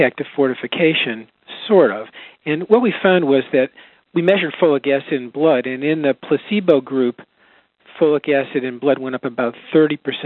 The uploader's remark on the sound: July 2007 Author in the Room® Teleconference.